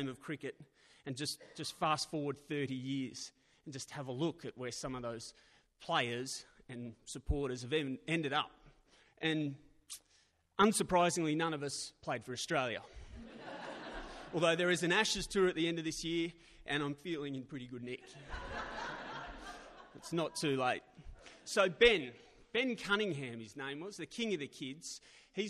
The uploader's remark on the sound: Recorded live at Belconnen Arts Centre, Canberra. 666 ABC Canberra.